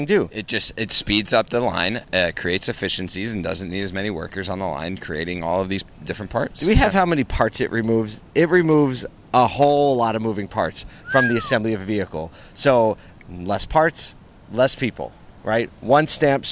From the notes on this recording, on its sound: LIVE at the NAMAD Conference in Miami. Live on the ground in Miami Florida for the annual NAMAD Members Meeting.